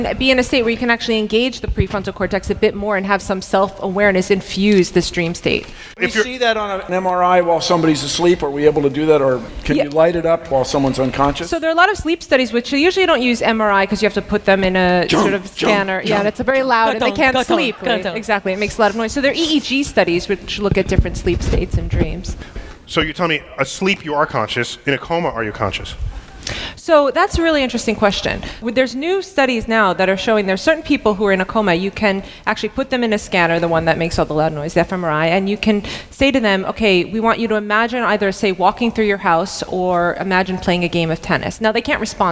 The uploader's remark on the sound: StarTalk Live! Big Brains at BAM. At the Brooklyn Academy of Music.